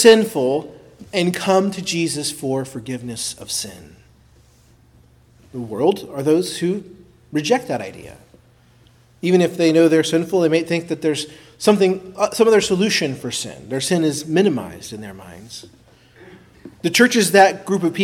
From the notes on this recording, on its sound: preached at Christ Our Savior Baptist Church